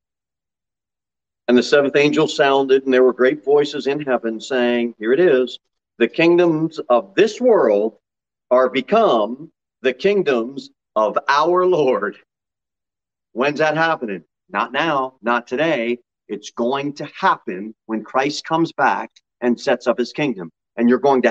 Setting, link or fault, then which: setting, large echoing room